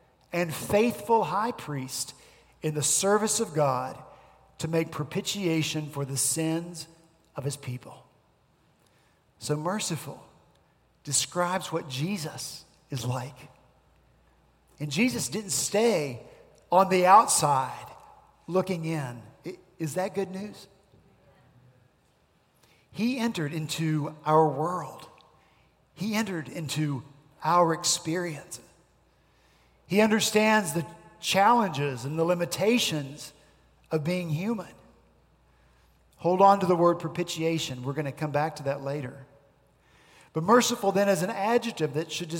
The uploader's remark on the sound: at Redeemer Presbyterian Church in Charleston, SC